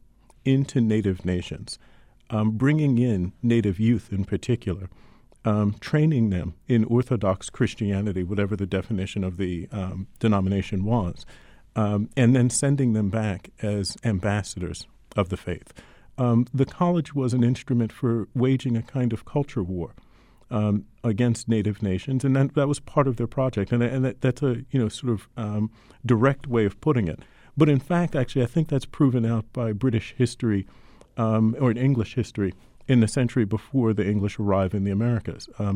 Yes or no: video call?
no